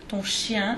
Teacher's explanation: If you say your dog, ton chien, chien, because it starts with a consonant, then the ton doesn't take an N, doesn't get mm-hmm.